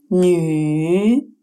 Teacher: Он объединяет в себе звуки «и» и «у», и произнесенные слитно, как один звук. Чтобы произнести этот звук, попробуйте произнести «ю», только округлив губы, как при произношении «ю».